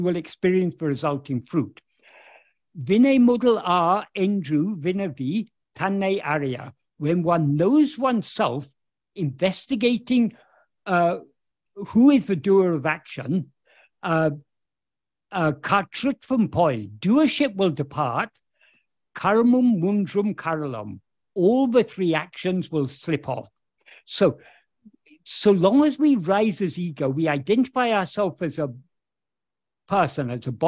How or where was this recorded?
video call